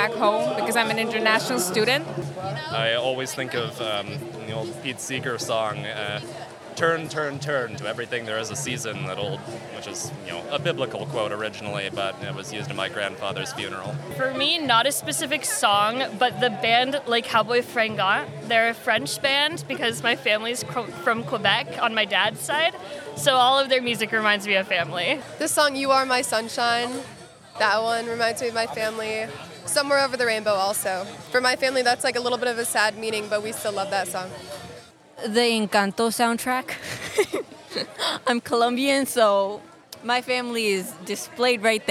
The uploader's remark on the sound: WFHB’s Youth Radio team recorded a new episode of voices in the street on IU’s campus during September’s First Thursdays Festival.